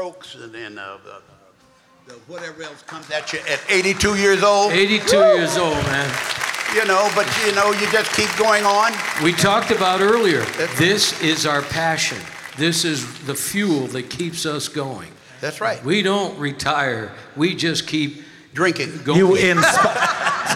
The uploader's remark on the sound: Live at the South Point Casino